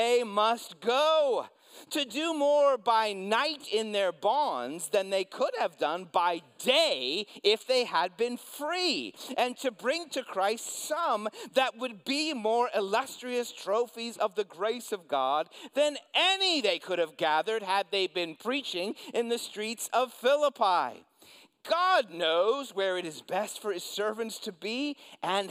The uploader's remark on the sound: preached this sermon at Covenant Fellowship Church